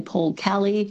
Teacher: Melbournians pronounce some E's as A's, as in …, Melbourne · Term: switching their vowels